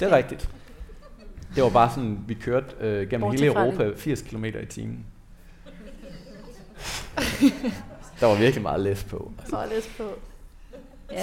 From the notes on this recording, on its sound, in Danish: Dette afsnit af LYDKUNST er optaget live. November på Skuespilhusets Lille Scene som en en del af Podcast Festival.